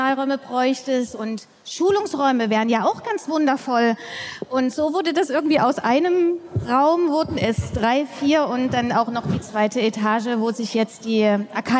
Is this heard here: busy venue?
yes